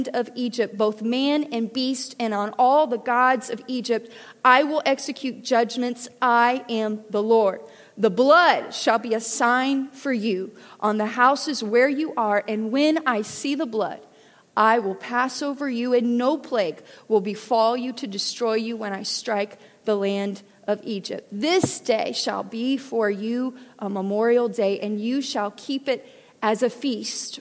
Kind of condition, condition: setting, large echoing room